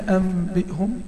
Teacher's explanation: الإقلاب تحولت النون ميم، ومش ميم كده لا، ده ميم مخفية مع بقاء غنتها المستطالة